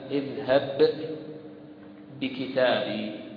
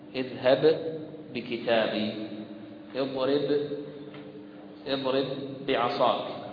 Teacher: فمثال الحرف الحرفين المثلين الصغير كقوله تعالى: اذهب بكتابي، فعندنا الباء الأولى ساكنة والباء الثانية متحركة، فدخلت الباء الأولى في الباء الثانية · Term: إدغام مثلين صغير